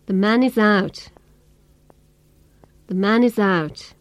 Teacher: The man is out. There are just two major beats on man and out. We call these stressed syllables because they are emphasized or stressed most.